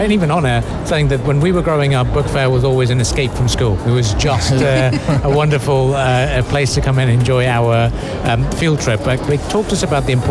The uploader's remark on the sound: Live from SIBF